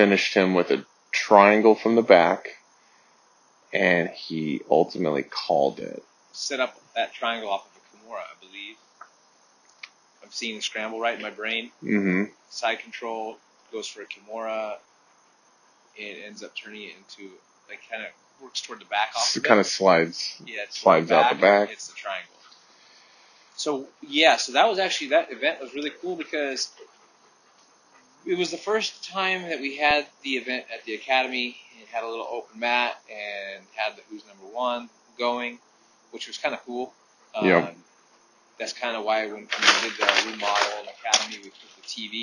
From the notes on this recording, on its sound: Excuse the audio quality. We are almost done building the studio.